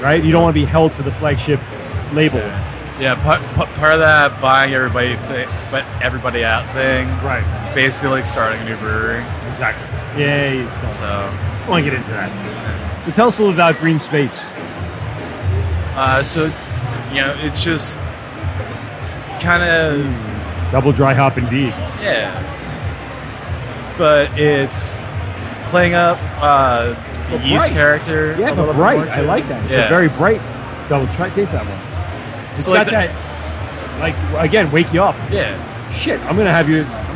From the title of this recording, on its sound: LIVE AT THE AC BEERFEST